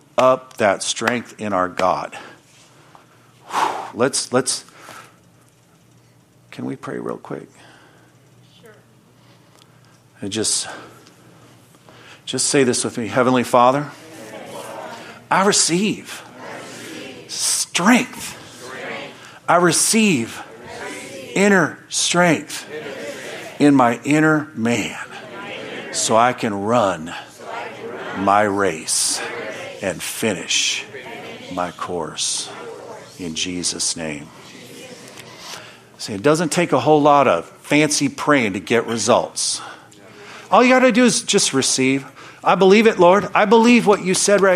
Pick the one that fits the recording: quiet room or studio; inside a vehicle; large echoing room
large echoing room